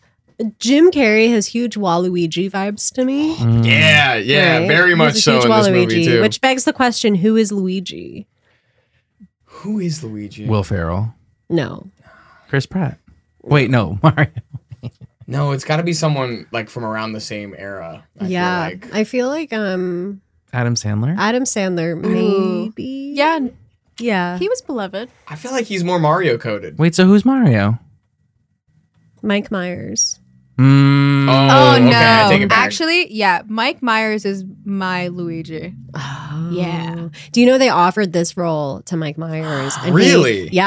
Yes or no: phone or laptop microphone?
no